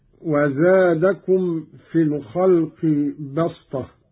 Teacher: قرأ قالون بالصاد قولا واحدا، وهي لغة قريش، أبدلت السين صادا لتوافق الطاء في الاستعلاء والإطباق